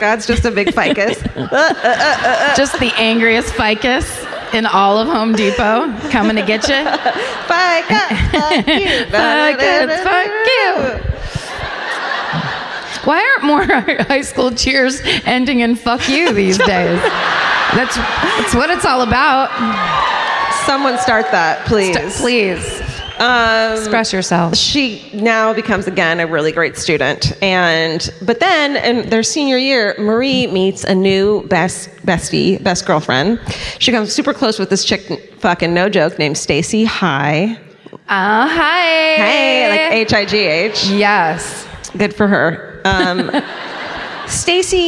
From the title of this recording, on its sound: Live in Austin